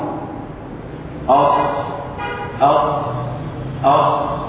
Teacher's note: تجد حافتي اللسان مع وسطه ينطبق إلى الحنك الأعلى ينطبق إلى الحنك الأعلى عند نصف الحرف. · Term: مطبقة